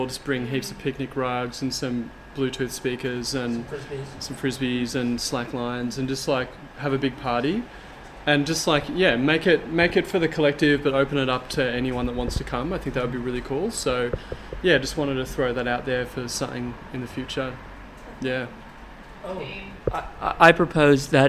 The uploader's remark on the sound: This week it was unseasonably hot in the Friends of the Earth building in Collingwood, so this episode comes to you from the mezzanine above the cafe. You'll hear the hustle and bustle of trams and traffic from Smith Street just outside.